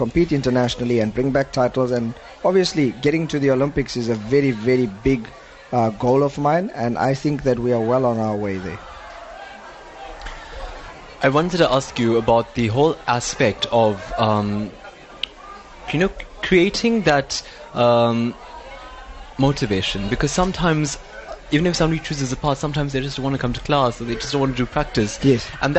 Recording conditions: busy venue